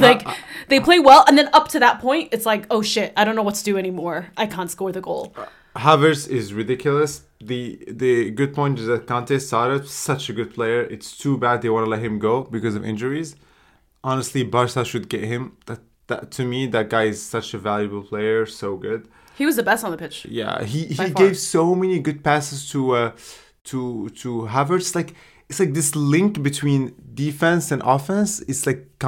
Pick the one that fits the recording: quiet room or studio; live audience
quiet room or studio